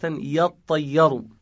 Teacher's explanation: أصل كلمة يطيروا يتطيروا بالتاء قبل الطاء، ثم أدغمت التاء في الطاء لأنهما من مكان واحد، مخرج واحد من طرف اللسان مع أصول الثنايا الطاء والدال والتاء.